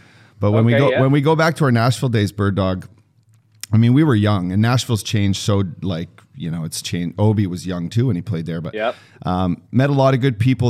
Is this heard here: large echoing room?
no